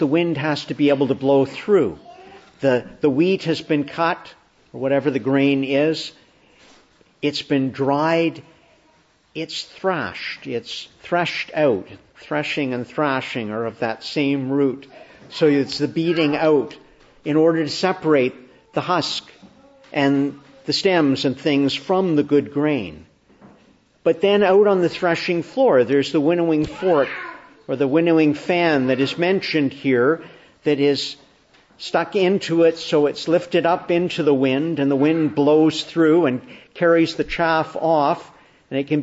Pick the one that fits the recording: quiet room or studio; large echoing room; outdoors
large echoing room